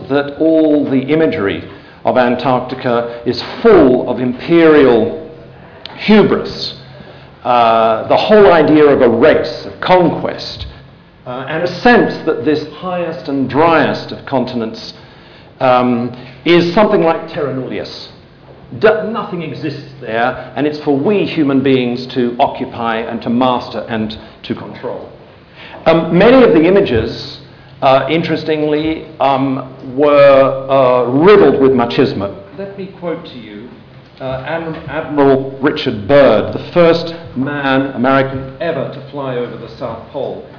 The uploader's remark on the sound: THIS LECTURE TOOK PLACE AT THE UNIVERSITY OF SYDNEY 13 SEPTEMBER 2012 AS PART OF THE SYDNEY IDEAS PROGRAM.